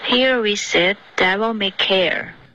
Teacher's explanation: 这个 devil 的 v 再震动的稍微清楚一点